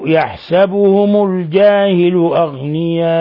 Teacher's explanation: مد متصل واجب المد، يمد من 4 إلى 5 حركات حالة الوصل